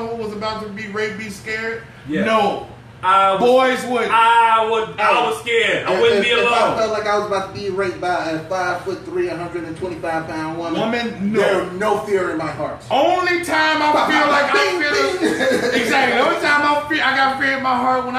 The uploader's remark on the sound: we fought through technical difficulties